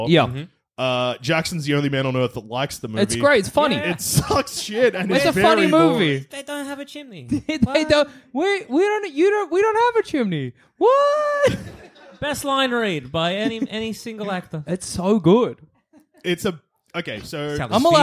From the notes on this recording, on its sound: (Live). Recorded live on Monday 27th June at the Retreat Hotel. This episode worked well live and the audience didn’t rush the stage.